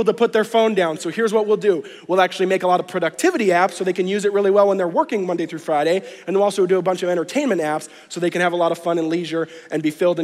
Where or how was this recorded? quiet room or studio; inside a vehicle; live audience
live audience